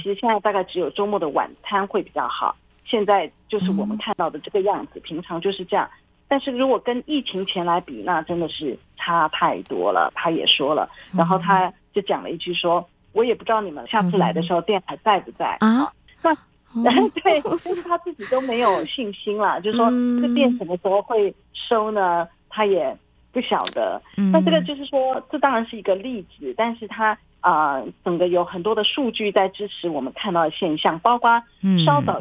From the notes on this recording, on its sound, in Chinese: 連線訪問中央社駐上海記者